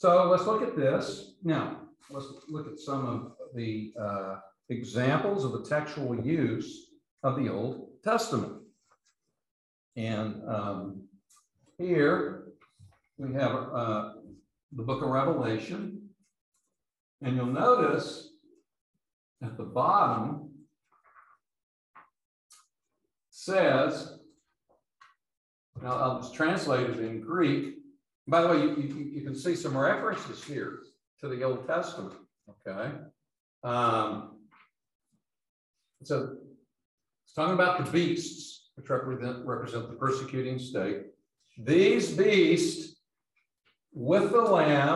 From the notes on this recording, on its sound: These podcasts are the recordings of the lectures.